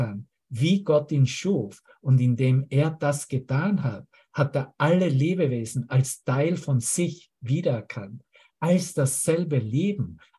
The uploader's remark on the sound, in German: Zoom-Session